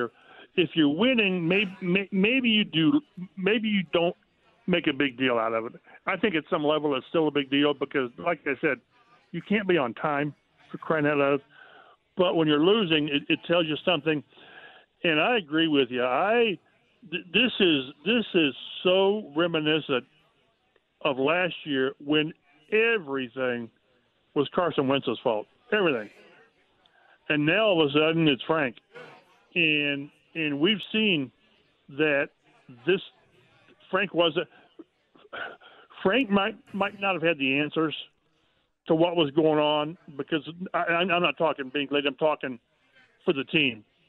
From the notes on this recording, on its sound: Opens up the phone lines.